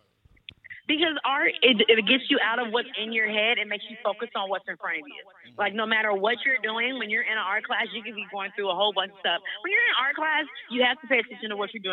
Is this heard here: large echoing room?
no